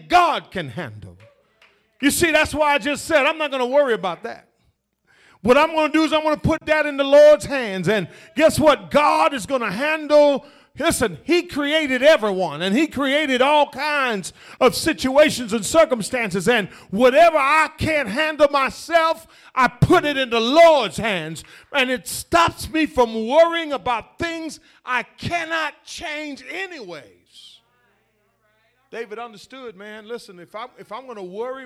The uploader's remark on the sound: The Vision Church Houston 11am Sermon